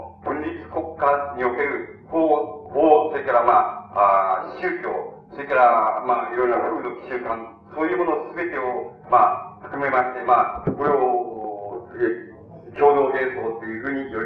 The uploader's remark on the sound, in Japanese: 音質：３。場所：明治学院大学100番教室。6.10反帝戦線・社学同政治集会〉 での講演。周辺のノイズや残響音が入っているが 比較的クリアに収録されている。